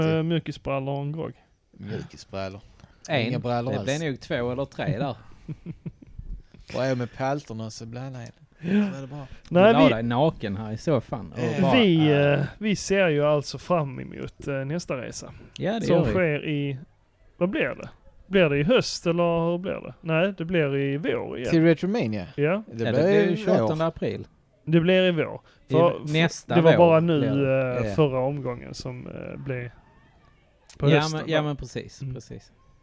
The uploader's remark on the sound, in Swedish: I detta avsnitt träffas grabbarna på den lokala baren